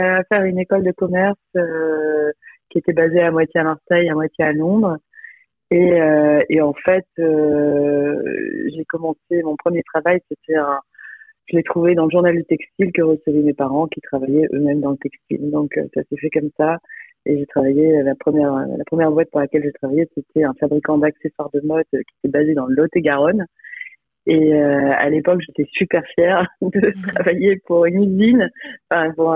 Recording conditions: phone line